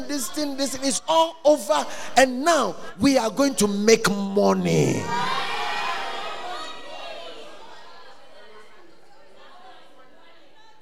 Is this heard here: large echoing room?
yes